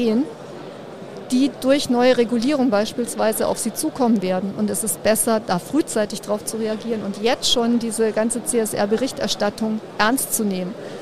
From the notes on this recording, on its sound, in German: Diesmal live vom Börsentag Hamburg